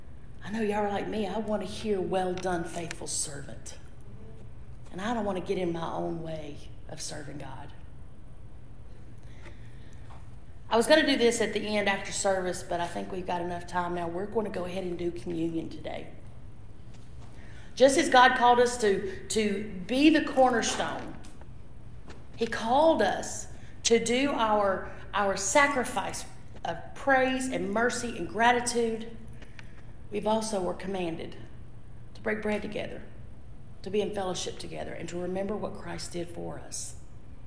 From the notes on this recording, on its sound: This message was previously recorded at Ashville First Methodist Church.